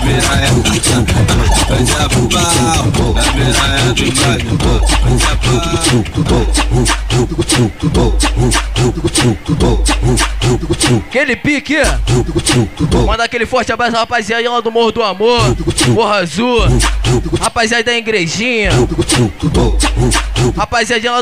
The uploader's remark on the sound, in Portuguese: AO VIVO FORMOSO FOLIA